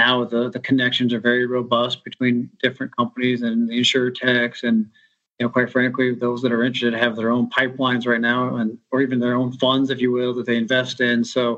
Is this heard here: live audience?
no